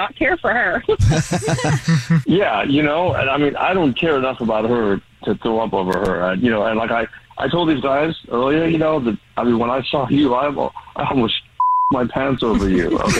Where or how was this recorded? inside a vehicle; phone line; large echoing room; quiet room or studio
phone line